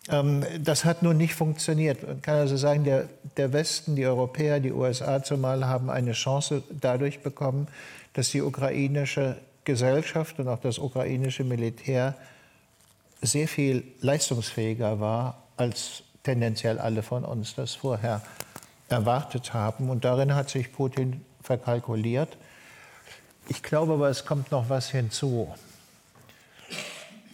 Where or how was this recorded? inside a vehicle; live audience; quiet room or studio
live audience